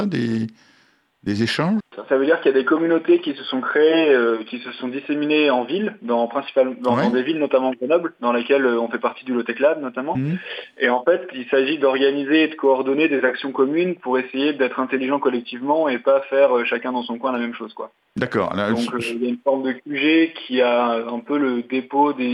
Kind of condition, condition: link, phone line